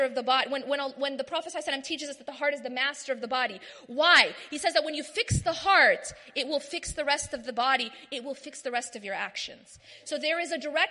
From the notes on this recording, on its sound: Delivers a lecture/talk at the 2016 Night Of Destiny conference in Bradford.